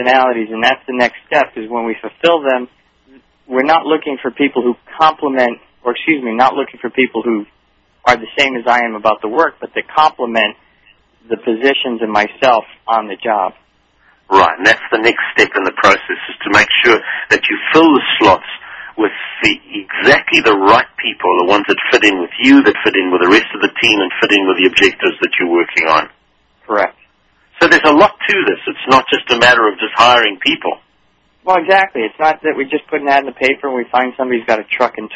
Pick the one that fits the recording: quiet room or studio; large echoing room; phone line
phone line